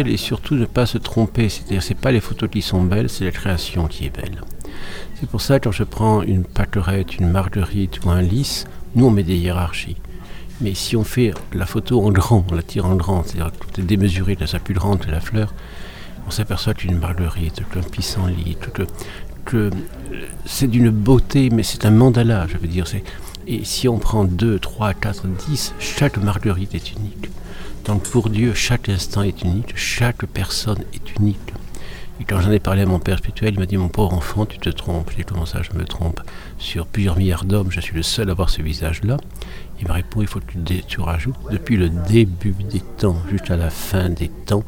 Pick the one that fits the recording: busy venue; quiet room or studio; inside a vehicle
busy venue